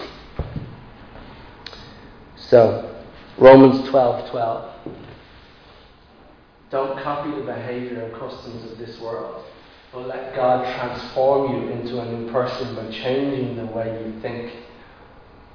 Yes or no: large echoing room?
yes